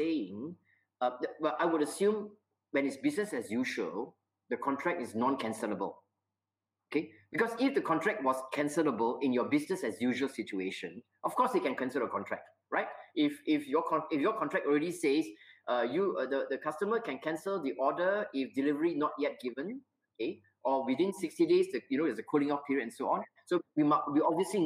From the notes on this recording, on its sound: recorded webinar